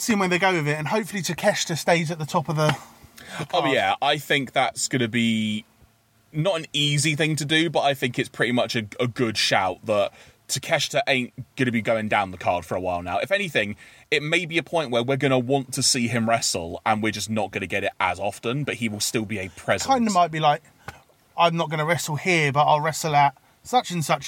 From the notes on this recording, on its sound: gather in the car studio